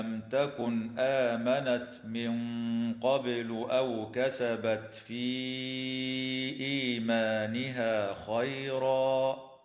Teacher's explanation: وتظهر الميم الساكنة عند التاء في قوله تعالى لم تكن · وتخفى مع الغنة مفخمة في قوله تعالى من قبل · وتقلقل الباء في كلمة قبل وصلا ووقفا، ويجوز الوقف على كلمة خيرا من قبيل الوقف الكافي هكذا.